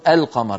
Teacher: يظهرون اللام عند القاف · Term: قمرية